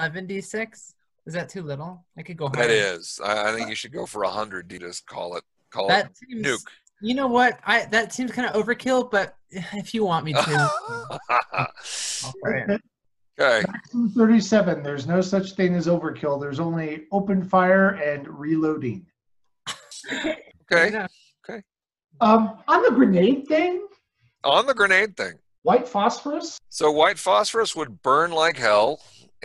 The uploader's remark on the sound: from the relative safety of our own homes via Zoom